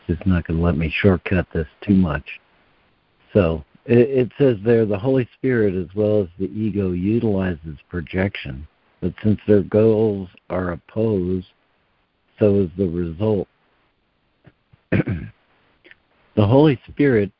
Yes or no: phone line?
yes